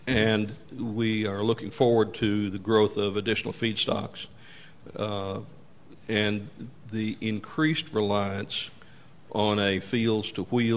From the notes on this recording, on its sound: Talked about his company's use of biodiesel during a press conference.